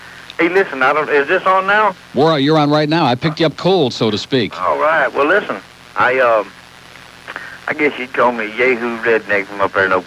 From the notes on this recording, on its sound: 2nd day of WIOD simulcast on 620 WSUN in Tampa. Gets calls all over the state.